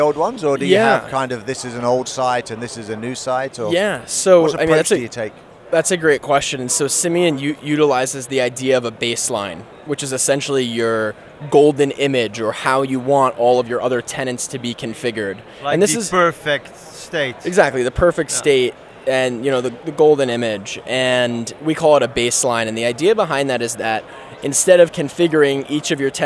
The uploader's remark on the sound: The boys are in Amsterdam at ESPC23 and bring the spectacle of M365Distilled, live from the CoreView booth! Picture this: a room buzzing with energy, the smell of fresh Stroopwafels in the air.